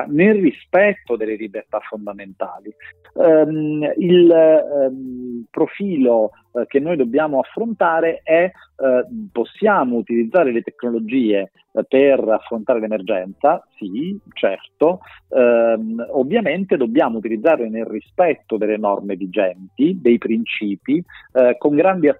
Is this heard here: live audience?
no